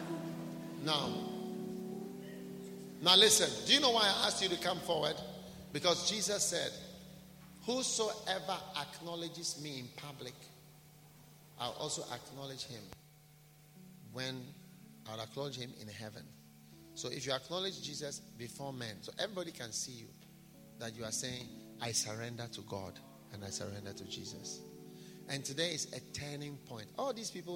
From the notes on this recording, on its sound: Preached at a BENMP service in London, UK on the 22nd of April 2018